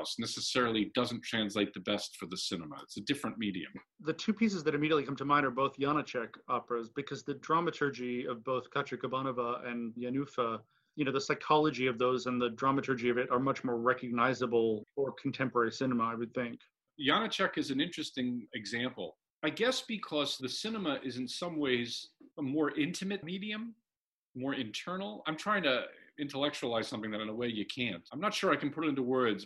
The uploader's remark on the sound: recorded in June 2020 from their respective homes